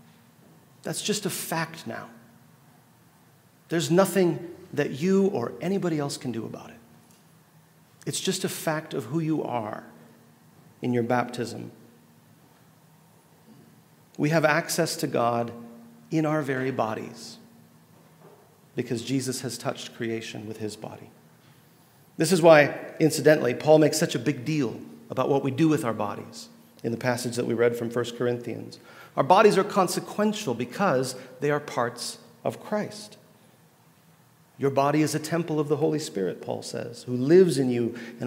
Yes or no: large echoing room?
yes